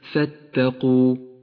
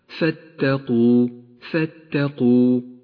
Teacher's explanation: ولاحظ كيف جاء حرف القاف المفخم متوسطا بين مرققين هما التاء والواو